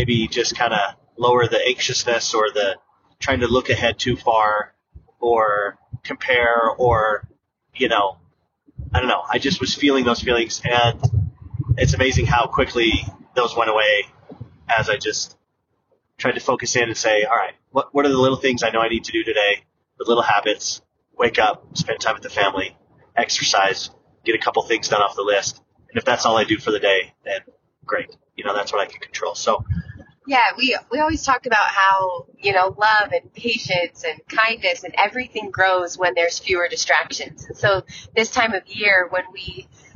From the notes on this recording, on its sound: Hello from our car!